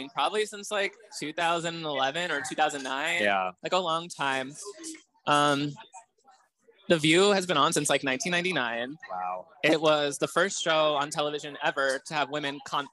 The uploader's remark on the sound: a live pod at Cafe Reggio in the Village